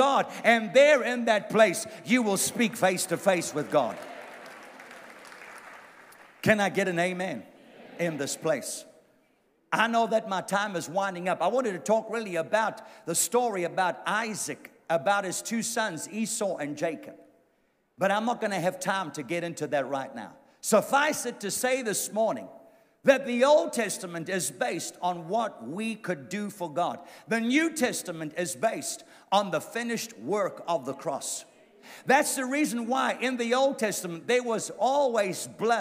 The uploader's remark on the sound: A sermon recorded live at the Durban Christian Centre.